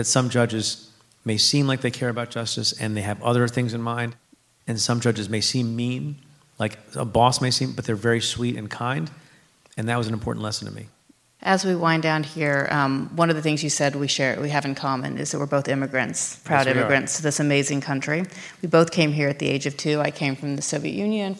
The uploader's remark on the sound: at a live taping of Stay Tuned at NYU’s Skirball Center.